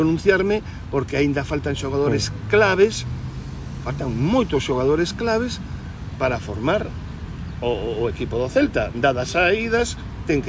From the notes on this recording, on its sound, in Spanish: Programa grabado en la Playa de Samil, en Vigo.